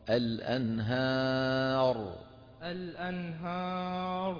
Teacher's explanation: رقق الهاء وفخم الراء